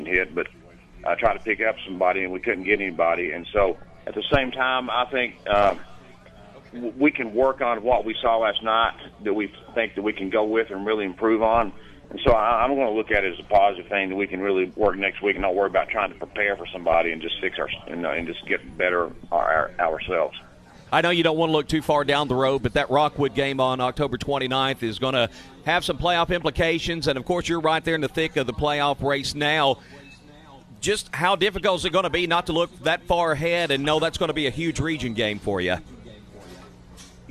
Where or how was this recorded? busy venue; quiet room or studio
busy venue